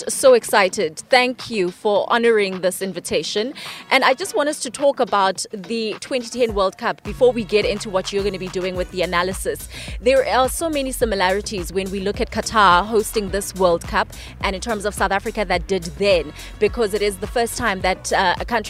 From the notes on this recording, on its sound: outside SAFA House